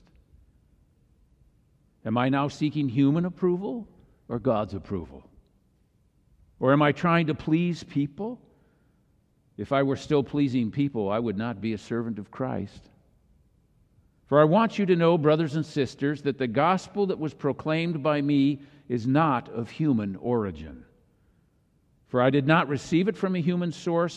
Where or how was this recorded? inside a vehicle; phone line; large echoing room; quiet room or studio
large echoing room